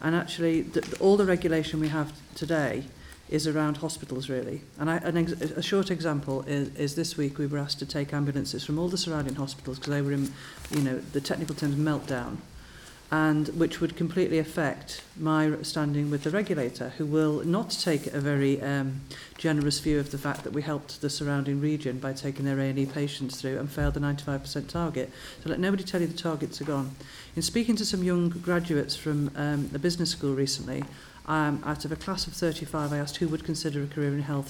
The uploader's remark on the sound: Recorded at the recent Nuffield health policy summit, this round table asks how to impliment the Francis reports recommendations.